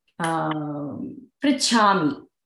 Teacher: The first cha is Alpa Prana cha. The second cha is Mahaprana cha. So there's no Maha, the second syllable will give you the Mahaprana sound.